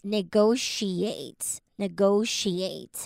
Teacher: The T-I-A here sounds more like a sh sound. Sh. So it's negotiate.